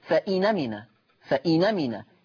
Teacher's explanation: لاحظوا معي، أدي النون ساكنة هكذا كما هو موضح أمامكم، النون ساكنة ثم الهمزة مفتوحة، من باب التخفيف والتيسير تحذف الهمزة ثم تنقل حركة الهمزة وهي الفتح إلى النون، فتصير فإنمنا، فإنمنا، يعني بمنتهى البساطة واليسر النون هتبقى مفتوحة، ما الهمزة كانت مفتوحة، فلما شلنا الهمزة وخدنا الفتح حطنا على النون فتصير النون مفتوحة، فإنمنا. · Term: النقل